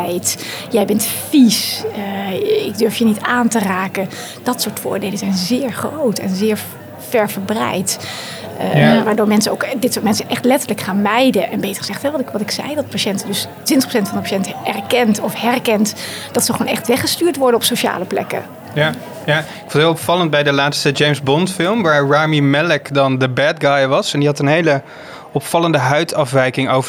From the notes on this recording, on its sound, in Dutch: Live vanaf het Nationaal Congres Farmacotherapie in de Psychiatrie. Live vanaf het Nationaal Congres Farmacotherapie in de Psychiatrie.